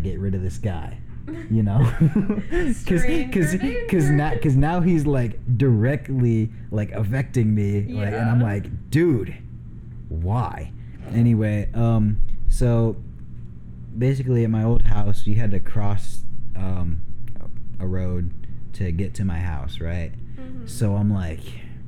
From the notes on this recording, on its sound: Audio is a lil rough in this one sorry.